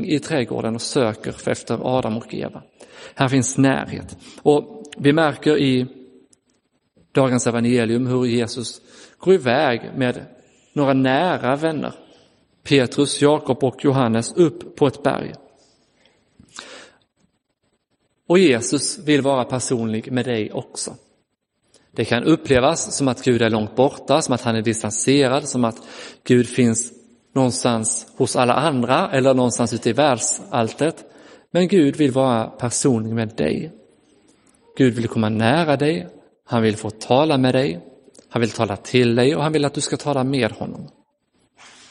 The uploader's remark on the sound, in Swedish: Inspelad i Roseniuskyrkan den 14 augusti 2022.